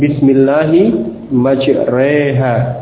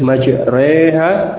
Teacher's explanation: Bunyi imalah dibaca dengan peralihan dari fathah ke kasrah, bunyi e yang semacam itu.